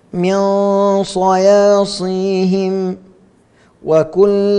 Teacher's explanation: غنة مفخمة بحيث تكون إخفاء حقيقي وما بعدها حرف من حروف التفخيم